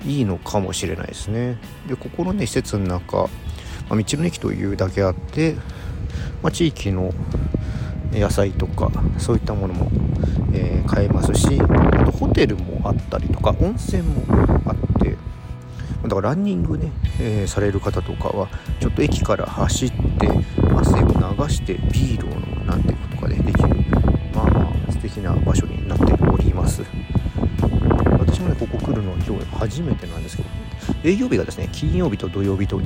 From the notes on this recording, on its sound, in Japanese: うちゅうブルーイングのタップルームに行ってみた！外で収録したため、風の音が強く入っています。